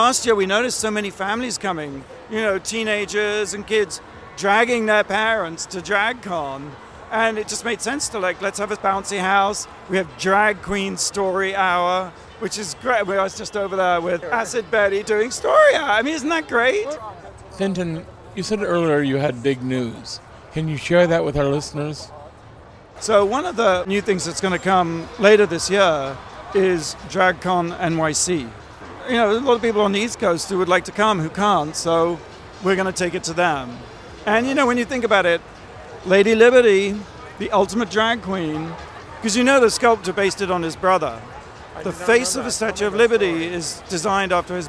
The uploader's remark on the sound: LIVE in studio + Interviews from the exhibition floor of RuPaul's Drag-Con 2017.